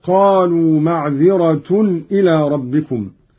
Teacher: قرأ قالون برفع التاء